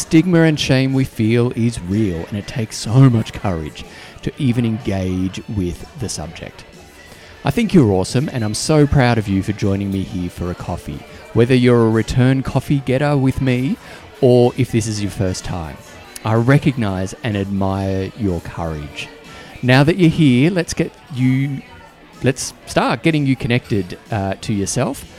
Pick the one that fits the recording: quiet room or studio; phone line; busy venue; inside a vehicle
busy venue